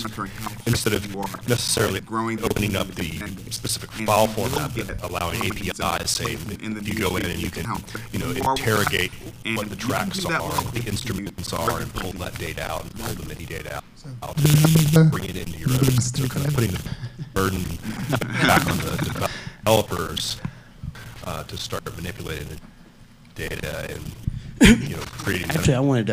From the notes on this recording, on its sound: SF MusicTech Summit X - February 13, 2012 - Panel Discussion